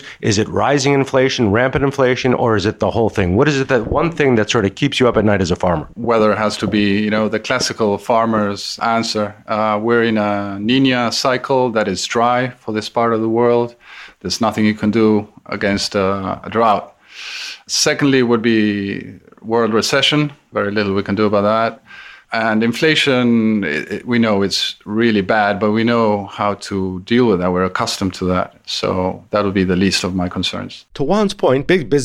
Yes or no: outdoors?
no